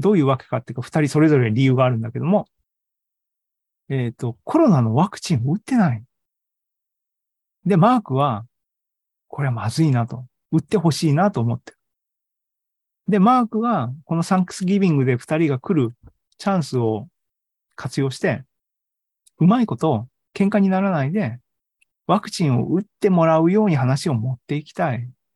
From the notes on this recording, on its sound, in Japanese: ２０２３年３月２９日に開催した ZOOMライブの模様です